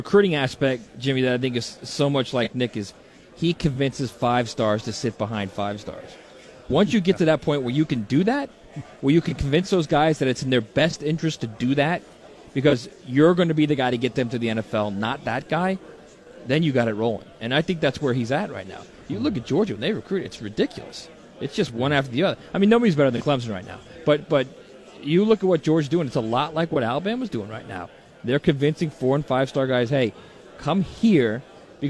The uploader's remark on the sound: live from SEC Media Days